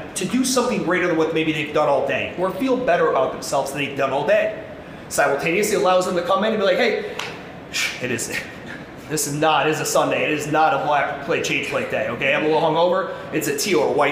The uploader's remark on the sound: This is my keynote from the 2023 MADabolic Franchise Conference.